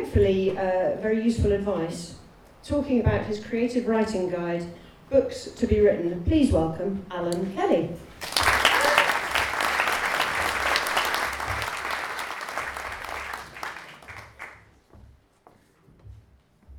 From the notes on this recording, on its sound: For the Book Festival's Local Writers evening at the George lV Pub on the High Road. Chiswick, West London, for the Book Festival's Local Writers evening at the George lV Pub on the High Road.